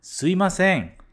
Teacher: É muito comum o mi ir embora e falar suimasen